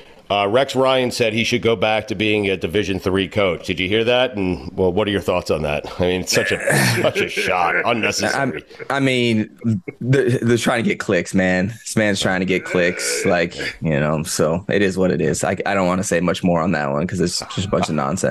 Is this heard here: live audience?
no